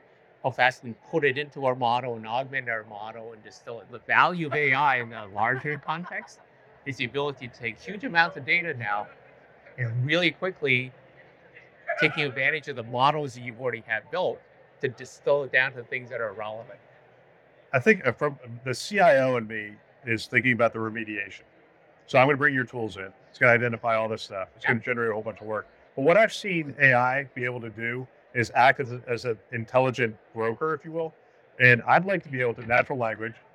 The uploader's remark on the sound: live from HLTH23.